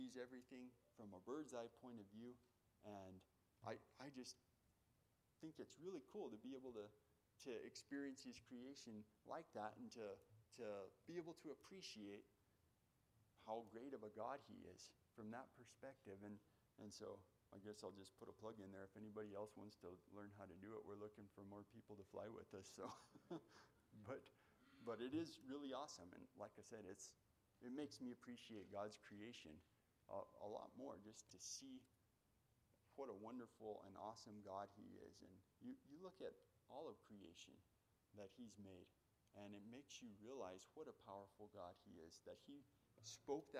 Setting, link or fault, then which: setting, large echoing room